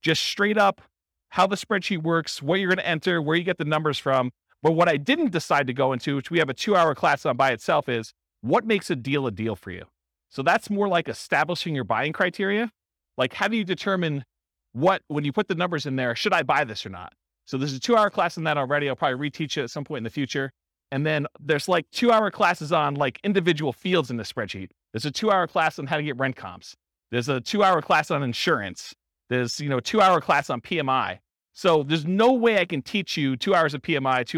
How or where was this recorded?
live audience